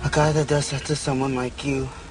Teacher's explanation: it was very, very hushed. Very breathy, had that whisper to it.